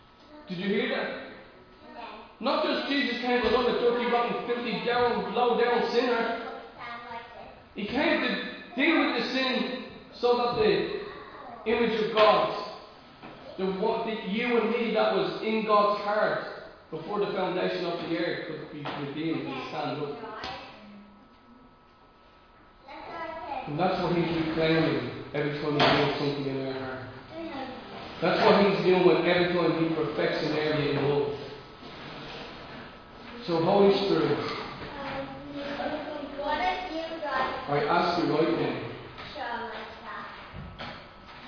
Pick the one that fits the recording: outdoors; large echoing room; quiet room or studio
large echoing room